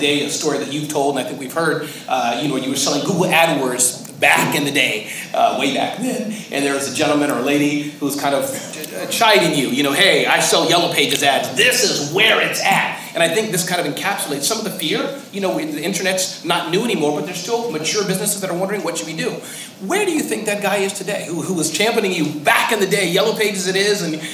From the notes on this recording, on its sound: Your ‘Respectful Truth’ Is the Only Way to Change the Status Quo | SAP Fireside Chat. Recorded during a fireside chat I did at SAP.